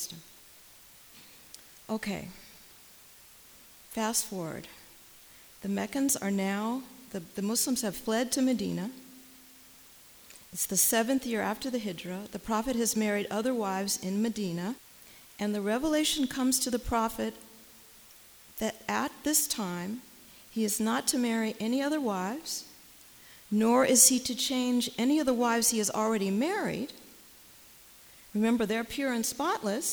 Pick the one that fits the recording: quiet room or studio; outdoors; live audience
live audience